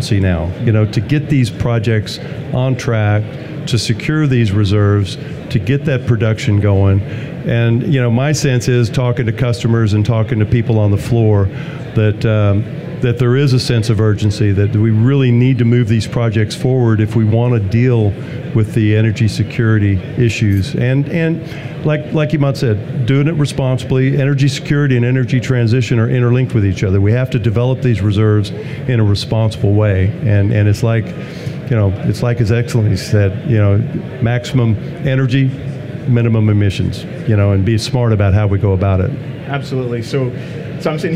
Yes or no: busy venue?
yes